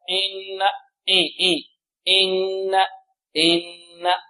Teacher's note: هناك من يأتي بالهمزة من الأنف